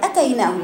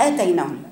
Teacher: دي ما فيهاش مد، دي على طول أتيناهم وليست آتيناهم · Shown in: first take